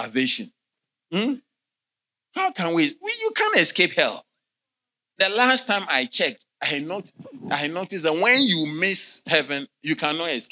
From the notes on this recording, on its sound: Sermon delivered on Tuesday, May 14, 2023, at LCI Mega-Church in Cape Town, South Africa.